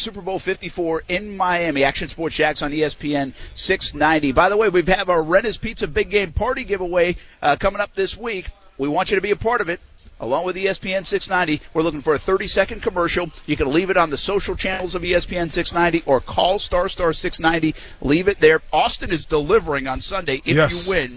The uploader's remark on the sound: Live from the SB! Interviews & Sound From Night 1. Live from the Superbowl!